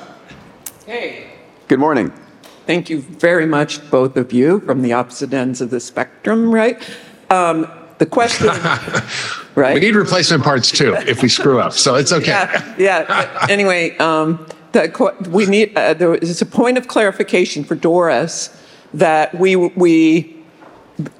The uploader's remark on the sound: In this Q&A session during this year’s Abundance360 summit